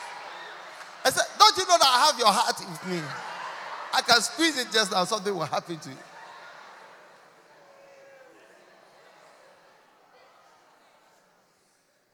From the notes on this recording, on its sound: Preached at a Healing Jesus Service on the 25th of June in London